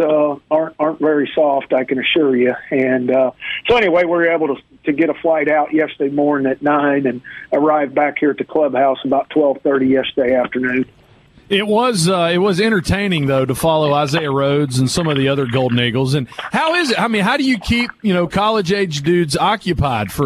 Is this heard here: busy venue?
no